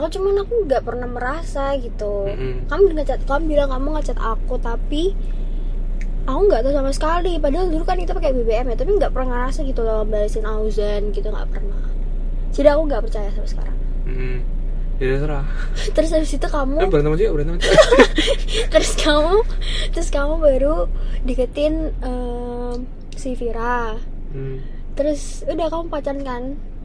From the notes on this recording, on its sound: in the car